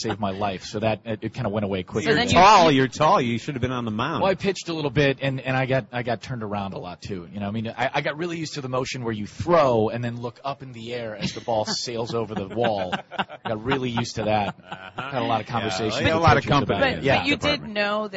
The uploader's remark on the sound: live from SoxFest 2017